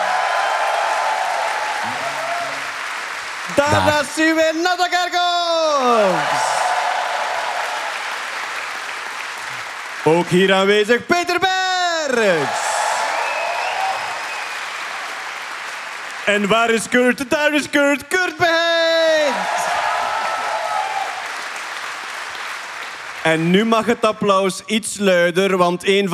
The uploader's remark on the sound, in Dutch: Live vanop het Nerdland Festival!